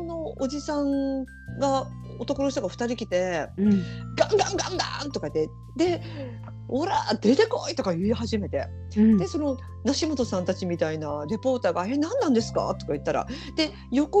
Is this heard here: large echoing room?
no